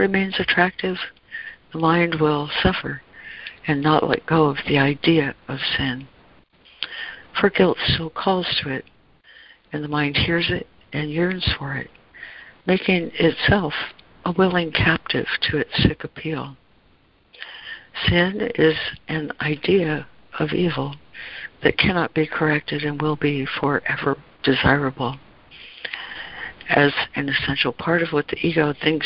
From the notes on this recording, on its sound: ACIM Daily Conference Call.